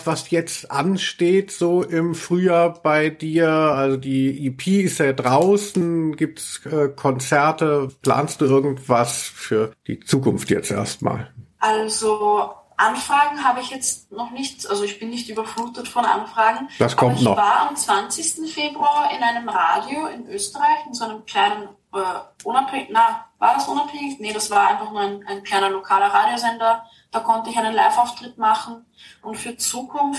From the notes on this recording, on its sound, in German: Und wir müssen uns vorauseilend entschuldigen für die Soundqualität.